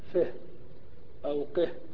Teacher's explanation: فإذا وقفت على هذا الفعل وجب أن تأتي بهاء السكت